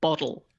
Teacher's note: It's kind of like a rapid D. It's not a D, but it's a more rapidly said D